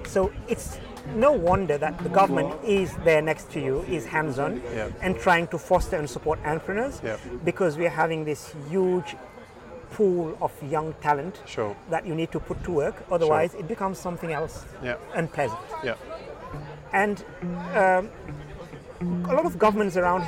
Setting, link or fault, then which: setting, busy venue